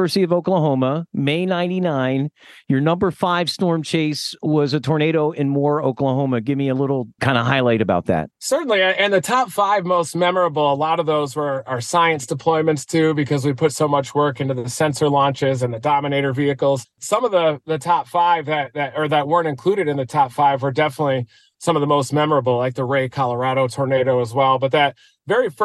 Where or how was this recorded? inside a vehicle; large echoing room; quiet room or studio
inside a vehicle